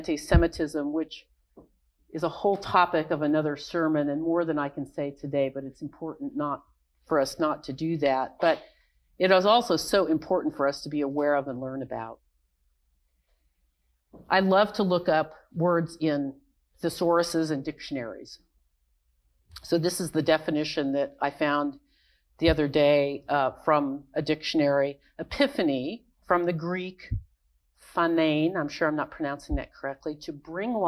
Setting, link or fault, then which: setting, large echoing room